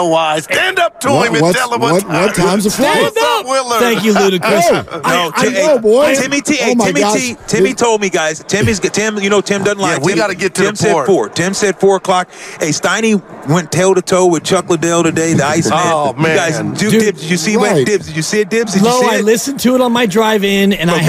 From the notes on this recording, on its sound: Live from Radio Row in Vegas. Live from Radio Row in Las Vegas ahead of the Super Bowl.